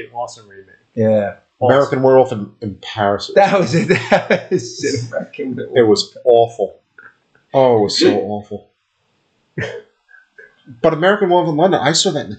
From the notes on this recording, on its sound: This is the last episode that has audio problems and we apologize in advance.